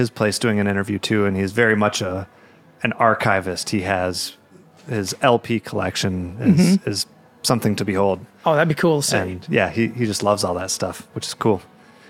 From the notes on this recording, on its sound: Recorded at Otus Supply Company in Ferndale, MI